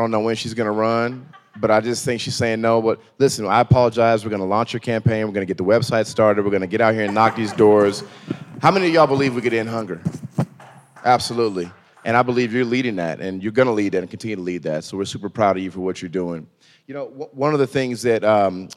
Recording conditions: live audience